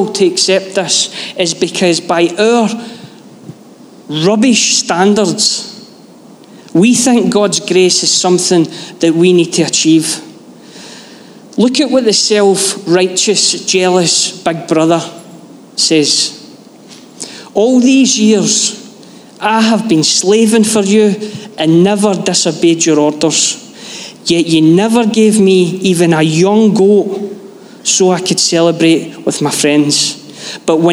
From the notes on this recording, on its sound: Live from our Sunday gathering on 18/06/23